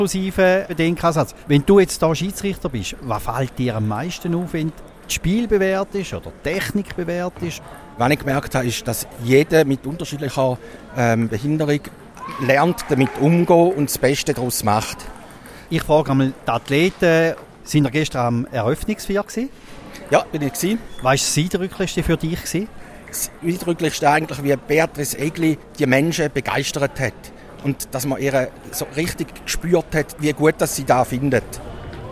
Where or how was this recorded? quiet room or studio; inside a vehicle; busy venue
busy venue